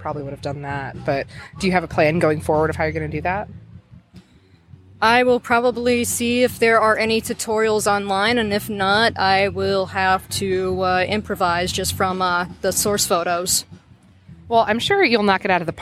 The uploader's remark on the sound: Live at Cosplay Beach Party